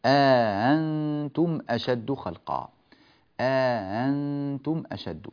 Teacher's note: فنثبت ألفا بين الهمزتين مقدارها حركتان ونسهل الهمزة الثانية